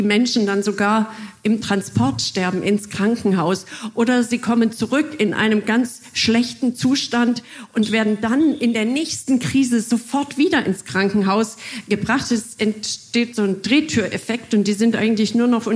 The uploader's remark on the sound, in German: Der Titel einer Podiumsdiskussion des "Mannheimer Morgen" in der Mannheimer Abendakademie. Mit Expertinnen und Experten vor Publikum führte. Bei dem Gespräch wurde auch gelacht.